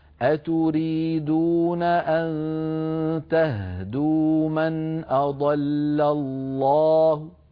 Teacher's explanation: بالإشمام يعني ضم الشفتين عقب أو عقيب تسكين الهاء